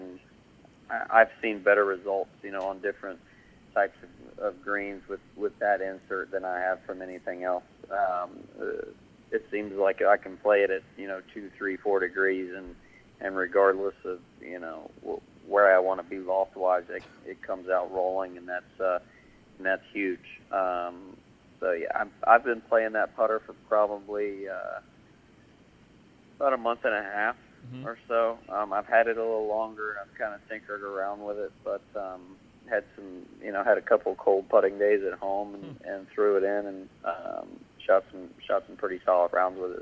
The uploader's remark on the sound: called into the show